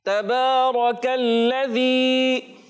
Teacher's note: हरकात को बगैर खींचे बगैर झटका दिए अदा करते हैं और बा पर खड़ा जबर है और इसको एक अलिफ खींचना है